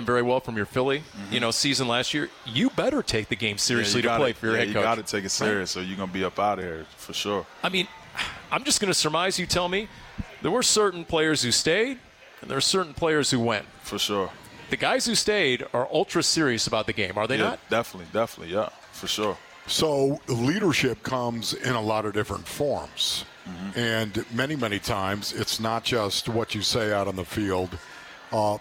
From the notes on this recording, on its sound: Live from the Top Golf Swing Suite at Gila River Resorts & Casinos, Wild Horse Pass.